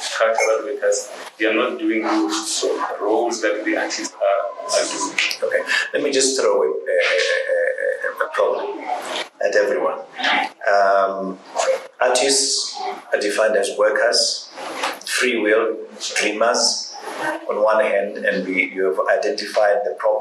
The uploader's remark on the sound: The Funda Centre. The following is the unedited recording of the panel discussion/ round table/ mic in the middle moment.